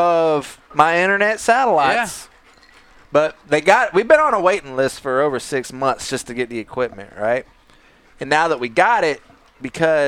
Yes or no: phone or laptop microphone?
no